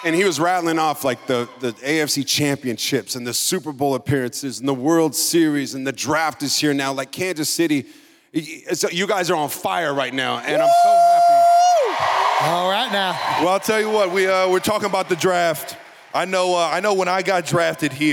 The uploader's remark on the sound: Our first-ever live show filmed in front of an electric crowd on April 26th at the historic Kansas City Music Hall is finally here!